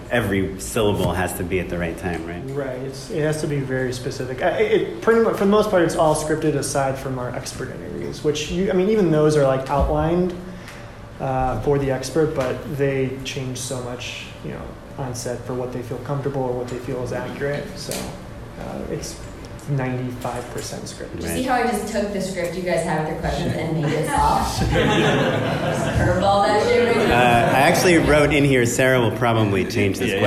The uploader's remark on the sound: Our winter Live Show has finally arrived!